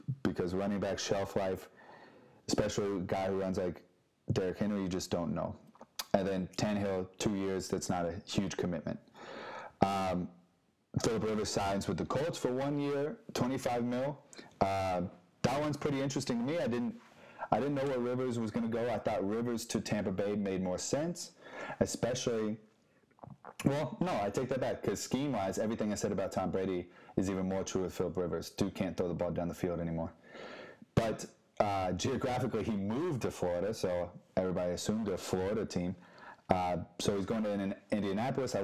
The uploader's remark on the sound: If you can bare the audio quality.